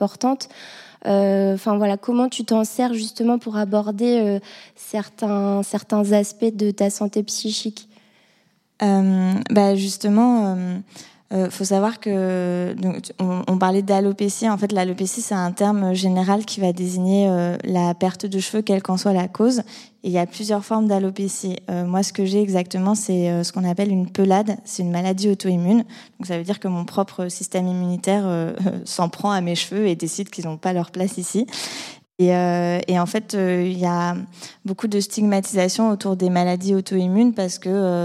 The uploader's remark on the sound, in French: Enregistré en live lors du Facettes Festival.